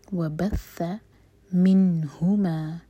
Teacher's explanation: نون پر سکون ہے تو نون پر اظہار کیا جائے گا یعنی کہ نون کو کلیئر پڑھیں گے